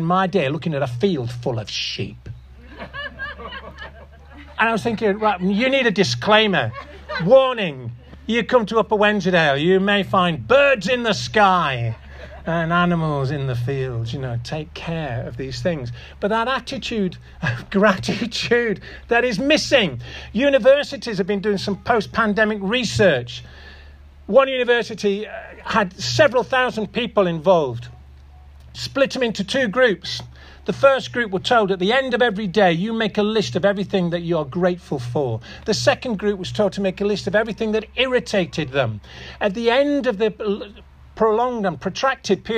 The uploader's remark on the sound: This audio recording was taken from the outdoor Harvest Celebration at 'Lowlands Farm' in Askrigg on September 10th 2023.